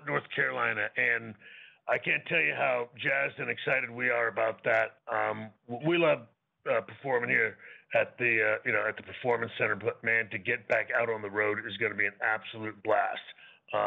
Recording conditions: phone line